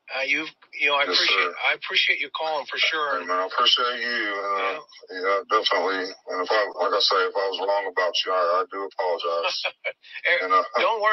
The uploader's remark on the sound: Listen to the audio phone interview